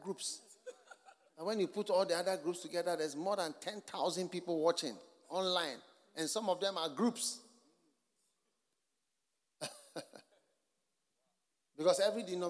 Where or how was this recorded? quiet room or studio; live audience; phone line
live audience